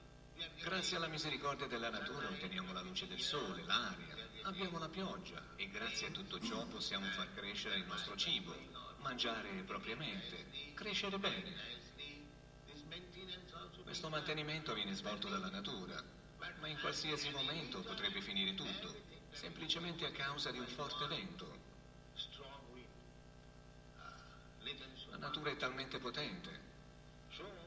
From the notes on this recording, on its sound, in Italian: In diretta dal Tempio di Villa Vrindavana.